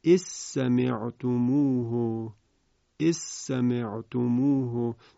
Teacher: حرف ذال دارای صفت جهر هست اما حرف سین صفت همس داره، ولی وقتی ادغام میشه دیگه از اون جهر خبری نیست و به طور کامل حرف ذال از بین میرود